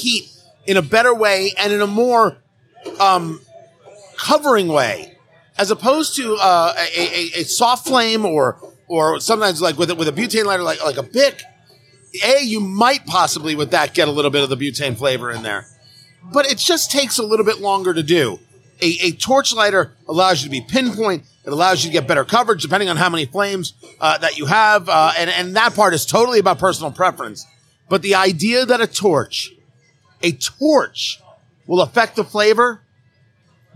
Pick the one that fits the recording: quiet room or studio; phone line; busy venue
busy venue